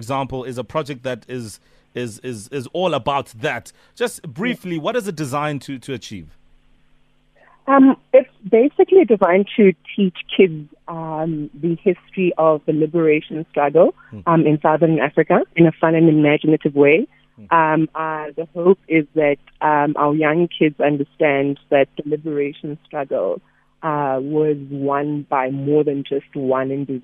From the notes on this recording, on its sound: PHONE INTERVIEW